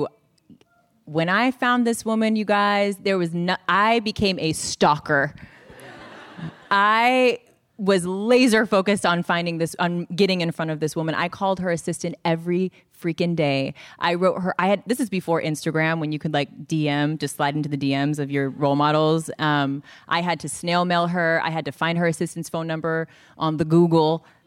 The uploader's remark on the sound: This program was recorded in front of a live audience at The Marines Memorial Theatre in San Francisco on June 18th, 2019.